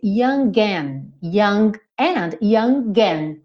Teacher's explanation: Ou seja, pronunciou mesmo o G, usou o G como ligação entre o young e o and.